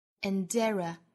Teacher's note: and 和 error 连读 andera 有一个 dera 辅元连读出一个 d 的音